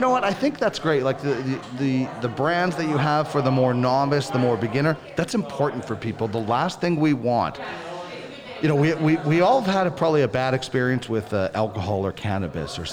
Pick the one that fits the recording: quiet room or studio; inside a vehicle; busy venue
busy venue